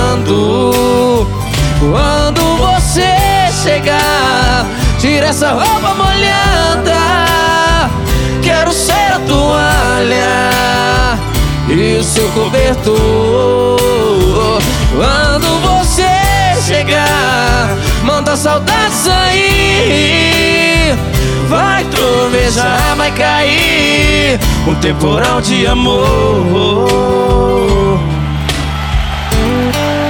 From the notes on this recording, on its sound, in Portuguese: Álbum gravado ao vivo